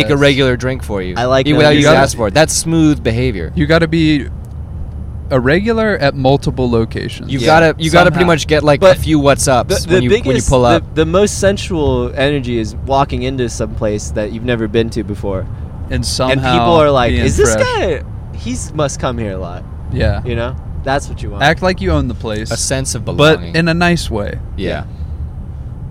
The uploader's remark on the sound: We were risking our lives to record this while driving 123 miles per hour.